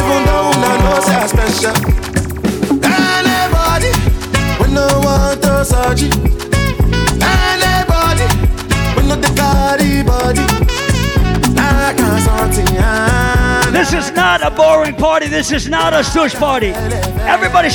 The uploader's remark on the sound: Live audio recording of my full set at the Reggae Revolution 23rd Anniversary at the Casba in Indianapolis, IN on Sunday, June 6.